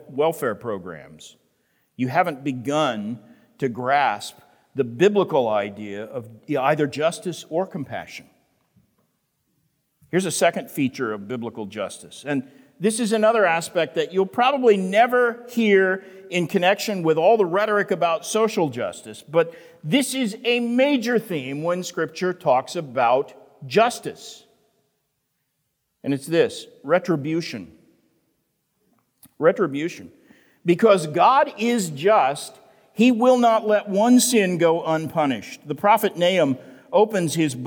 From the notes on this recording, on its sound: The Great Awokening Conference, Session 10